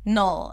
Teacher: the second syllable is an N sound, so bring the tongue up to touch the upper palate and then pull it back to the L immediately. Null. And it's a dark L, so you want to round your lips just a bit and then create this tension in the back, null, as you're making the L sound.